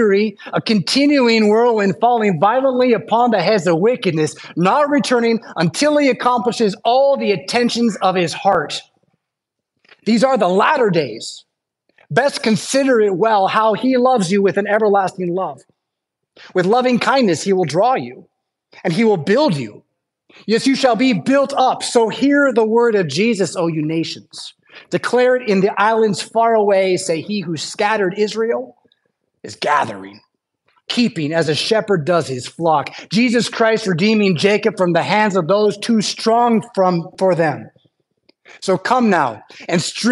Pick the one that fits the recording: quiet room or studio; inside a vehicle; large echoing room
large echoing room